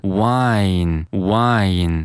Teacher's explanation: 涉及到一个双元音，I，后面加上了一个前鼻音